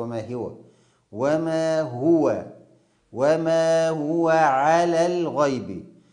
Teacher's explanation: ضم الهاء، بعض الناس ينطقها بالكسر